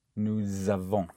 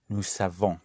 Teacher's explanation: push the S into the following vowel, it takes clearly the sound of a Z · Shown in: first take